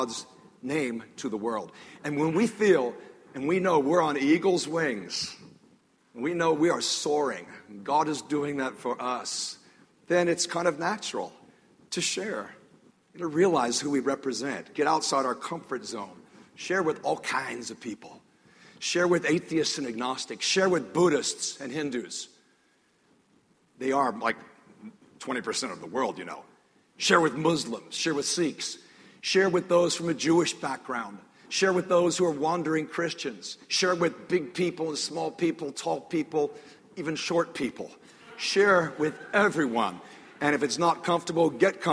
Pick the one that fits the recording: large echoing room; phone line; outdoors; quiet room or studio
large echoing room